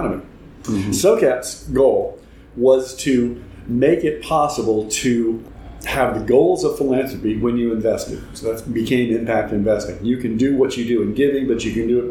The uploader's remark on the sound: Recorded at the ReGen18 conference in May 2018. In this short interview. Sits down for an in-person interview. Recorded at the ReGen18 conference in May 2018.